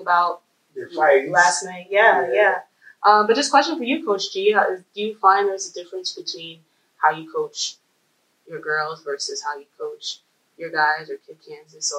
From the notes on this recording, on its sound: Despite some technical difficulties